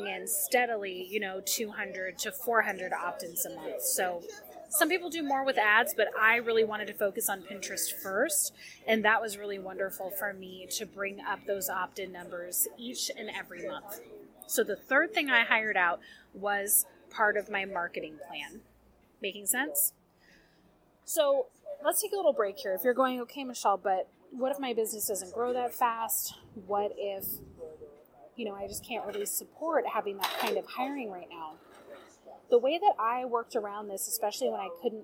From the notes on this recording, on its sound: Warning: this episode is noisy! I was at a local coffee shop + despite my many attempts to put noise reduction filters on, it's still noisy as heck.